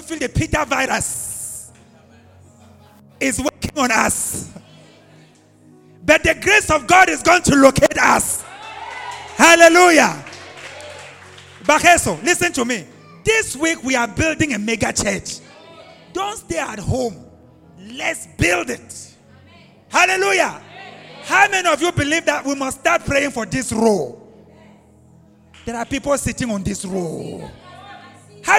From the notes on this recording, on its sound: preached live at ABC Robega